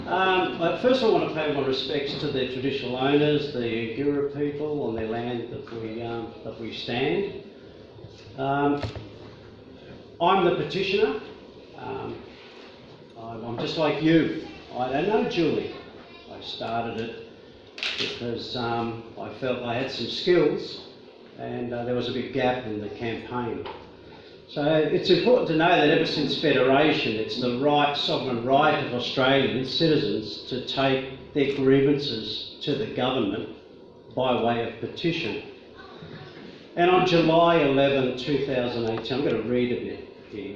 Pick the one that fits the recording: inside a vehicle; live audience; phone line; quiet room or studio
live audience